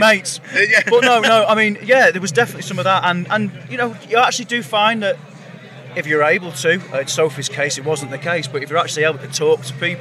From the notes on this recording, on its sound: From our 'Live from Bloodstock 2023' series.